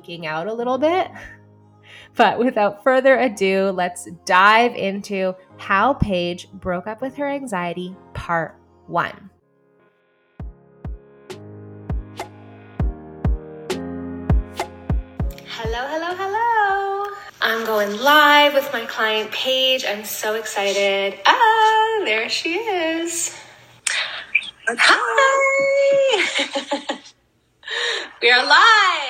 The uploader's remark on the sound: Instagram Live Recording